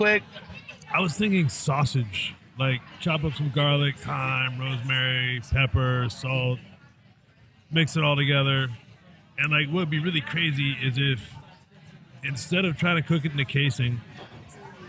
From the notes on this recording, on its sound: Record live at Tom Douglas's Bravehorse Tavern. Live from Bravehorse Tavern.